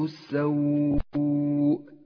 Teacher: المد مد لين، لأن الواو جاءت ساكنة وقبلها حرف مفتوح